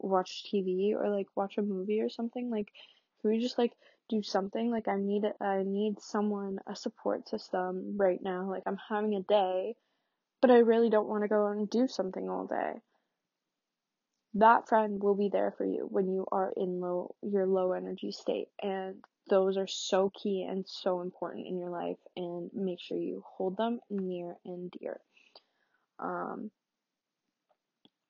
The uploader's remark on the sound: Sorry the quality this week isnt great, i recorded on a different platform